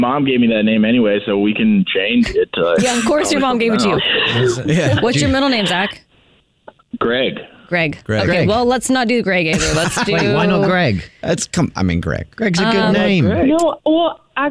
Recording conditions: phone line